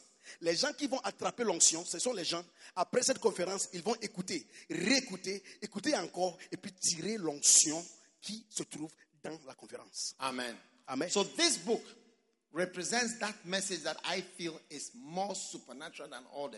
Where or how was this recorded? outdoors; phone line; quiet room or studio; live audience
live audience